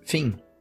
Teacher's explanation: Por exemplo, eu acabei de falar fim, que termina com M. o nosso M no fim da palavra fica bem pra dentro, ele é até meio anasalado.